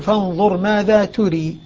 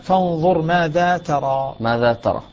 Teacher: الباقون بفتح التاء والراء · Shown in: second take